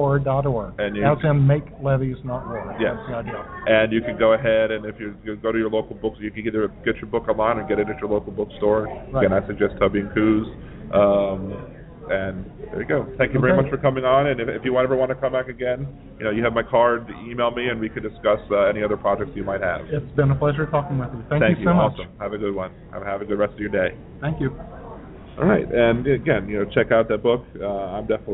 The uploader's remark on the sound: Broadcasting live from Rising Tide X at Xavier University. I will have an open mic to join in the conversation live or you can call in as usual.